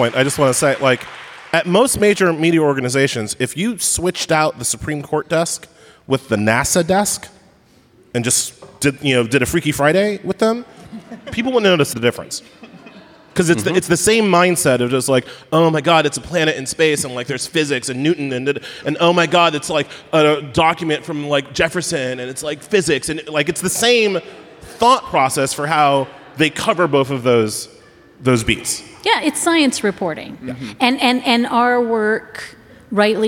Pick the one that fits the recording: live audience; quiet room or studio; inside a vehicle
live audience